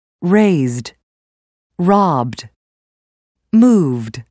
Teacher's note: All other consonants are voiced.The ed ending for verbs that end with voiced consonants has a d sound.